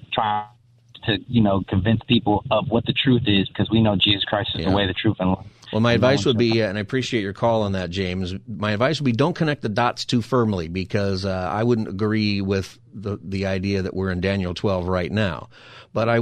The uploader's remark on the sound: Open Phone Friday